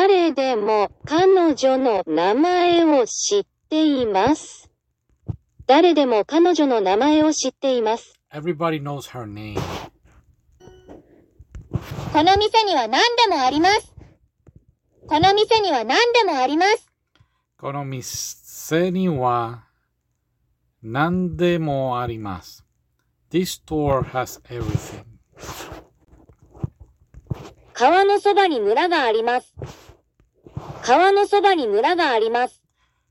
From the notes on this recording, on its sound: I am sorry for the bad audio, this is a video/ podcast.